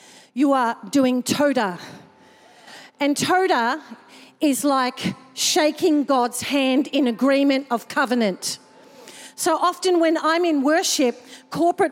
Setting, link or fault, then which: setting, large echoing room